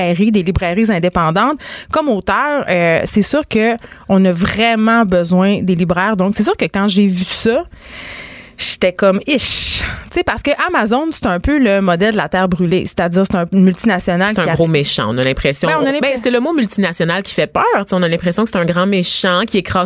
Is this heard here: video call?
no